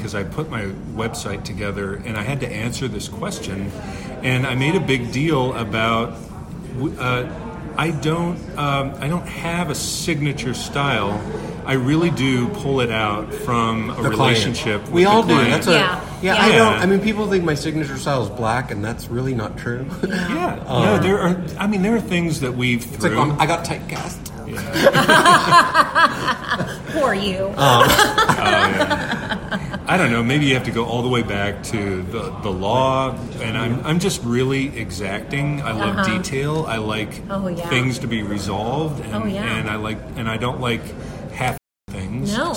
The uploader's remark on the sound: LIVE from the Columbus Museum of Art. Columbus Museum Of Art Live.